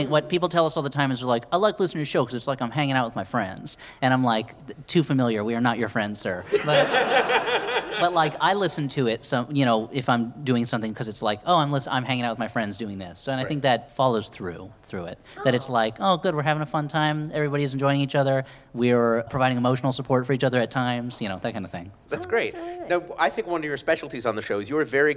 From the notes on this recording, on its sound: The show was recorded at The Angel City Brewery in Los Angeles. The show was recorded at The Angel City Brewery in Los Angeles.